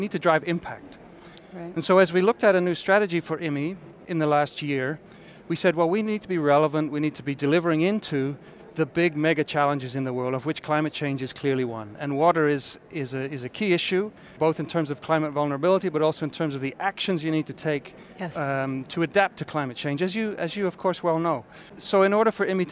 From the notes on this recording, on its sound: This special episode of ClimateReady was taped live at the ongoing UNFCCC COP25 in Madrid, Spain.